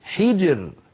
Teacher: كل هذه الأمثلة الراء فيها ساكنة وقبلها ساكن وقبله مكسور لذلك الراء مرققة